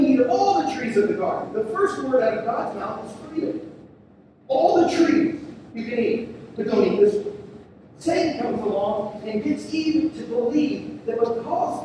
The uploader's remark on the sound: We're sorry for the poor sound quality.